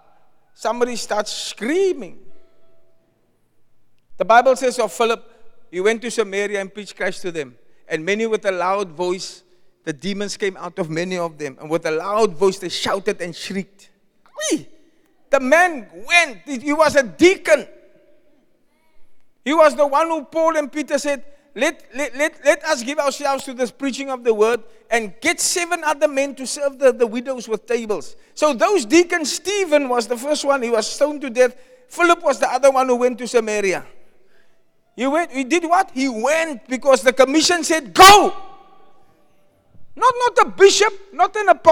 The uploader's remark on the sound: Preached at Zion Sanctuary, Cape Town